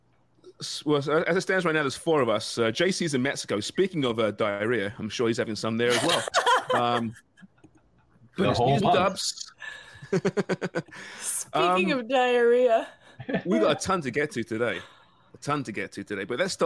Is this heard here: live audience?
no